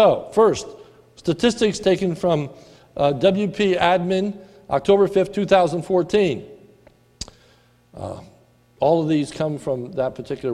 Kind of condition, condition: setting, large echoing room